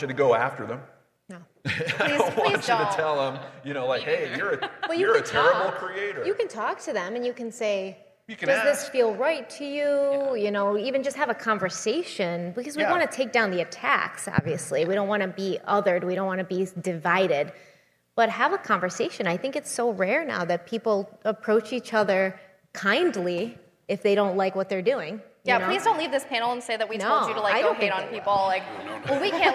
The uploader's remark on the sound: Live at CrimeCon 2021